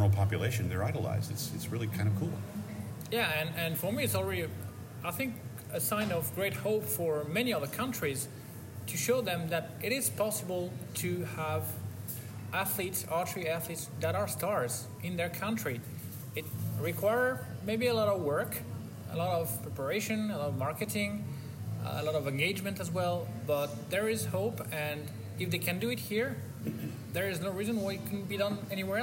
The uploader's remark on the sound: Live from Gwangju, Korea, at the Hyundai Archery World Cup.